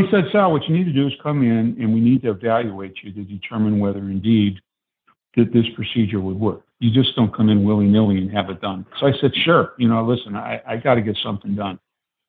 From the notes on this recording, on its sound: The Not Old Better Show on KSCW, via internet phone.